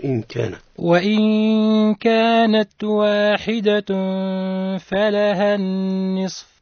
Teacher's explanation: تنوين متتابع وبعده حرف الفاء وحرف الفاء هو حرف من حروف الإخفاء معناها هنا الإخفاء مع الغنة